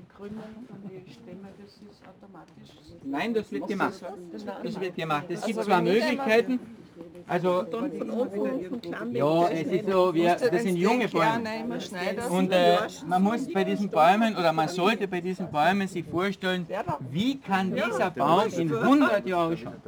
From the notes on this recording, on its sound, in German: im Rahmen eines Vortrags und einer Führung für den Kärntner Schriftsteller*innen Verband durch den Bonsai-Garten in Seeboden am Millstättersee